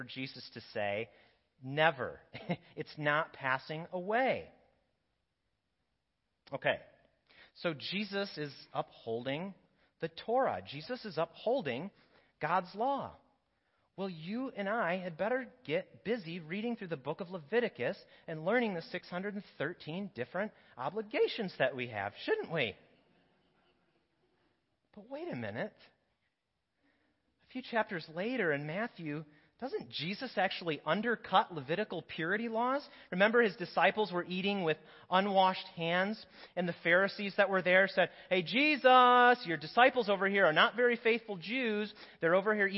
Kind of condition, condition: setting, large echoing room